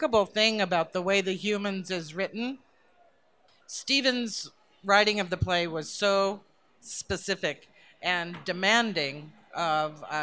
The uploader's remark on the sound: Recorded at BroadwayCon2017